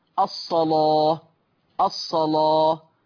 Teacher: بتغليظ اللام في لفظ الصلاة